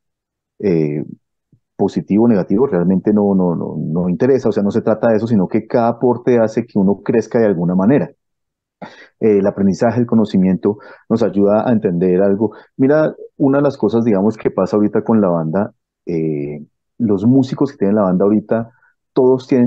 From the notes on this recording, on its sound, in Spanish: Charlamos vía zoom